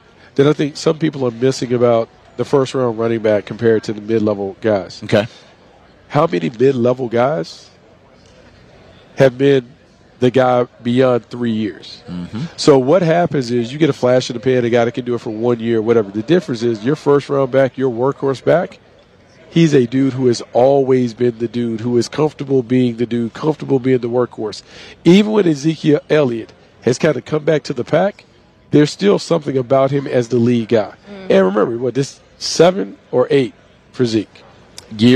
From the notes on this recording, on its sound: from the NFL Combine in Indianapolis, the Draft Show is live